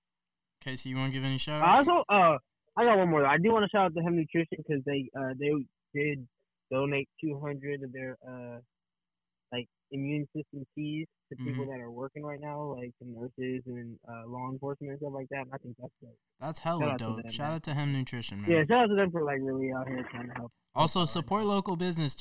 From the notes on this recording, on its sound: In this episode the squad record the pod over the phone due to the Covid-19 pandemic.